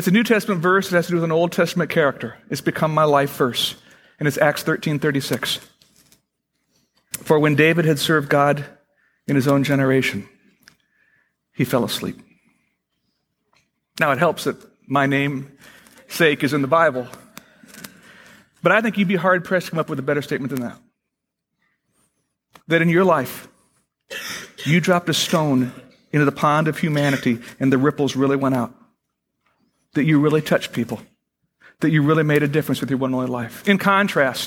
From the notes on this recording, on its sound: Originally recorded on November 1, 2009, at Fellowship Missionary Church, Fort Wayne, IN.